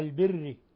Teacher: ولاحظوا البر ترقيق الراء البر لأنها مكسورة ومسبوقة بكسر